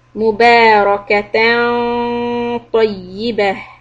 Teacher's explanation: The إخفاء before الطاء is heavy